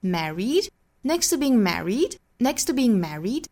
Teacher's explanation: Next to being married,这个时候大家读的时候语调呢可以在 married 这里面做一个小小的降声调